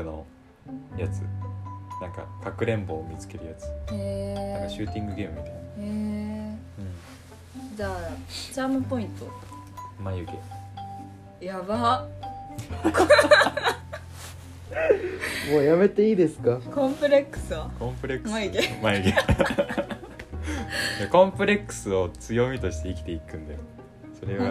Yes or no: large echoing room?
no